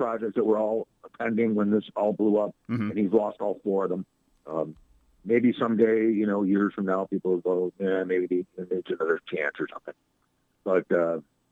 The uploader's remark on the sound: In another visit from the World News Center. Called in for another fun-filled, action-packed chat.